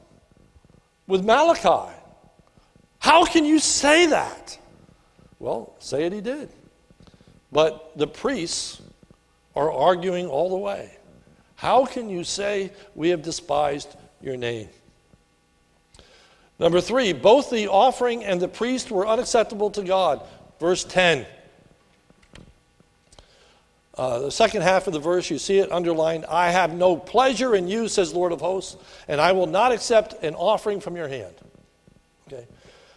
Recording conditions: large echoing room